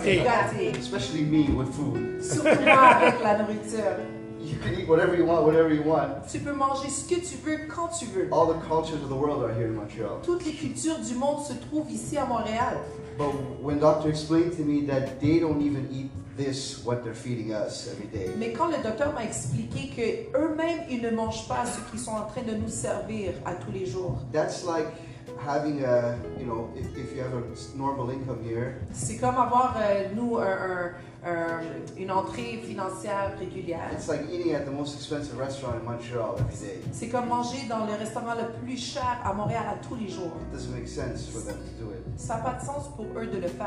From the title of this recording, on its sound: LIVE AT THE HUB